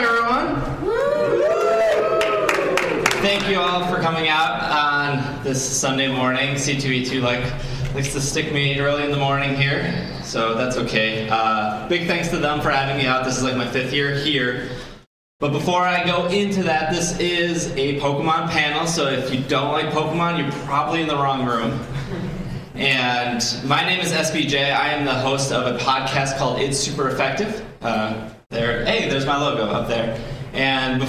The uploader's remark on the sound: Live at C2E2. This podcast was recorded live.